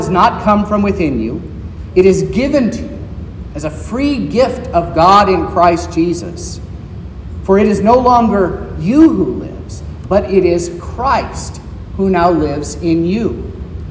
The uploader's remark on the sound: This is the sermon preached at Trinity Lutheran Church in Vallonia, Indiana, on Sunday, July 23rd, 2023, which was the 7th Sunday after Trinity.